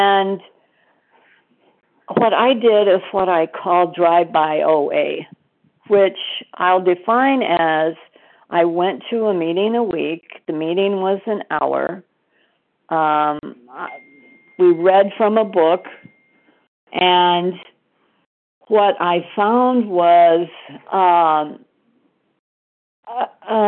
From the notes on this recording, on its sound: 100 Pounders Phone Meeting